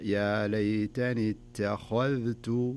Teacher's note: انتبه ترقيق التاء والذال وتفخيم الخاء، يعني ما يصلح أقول ليتني اتخذت أو ليتني اتخذت، يعني تفخمها كلها وترققها.